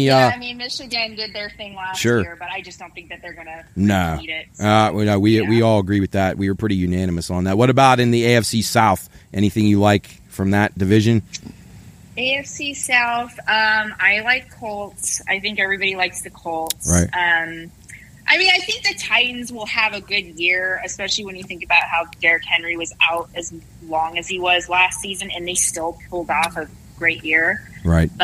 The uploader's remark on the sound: On the phone from the great state of Texas